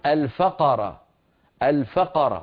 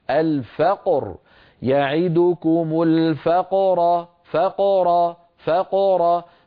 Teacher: فنفتح الفم عند الفاء، نقلقل القاف من غير فتح الفم، ثم نفتح الفم مرة ثانية من أجل حرف الراء · Shown in: second take · Term: القلقلة